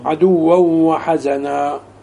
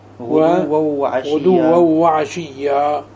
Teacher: ثم ادخل على التنوين المدغم فأخرج الغنة من الأنف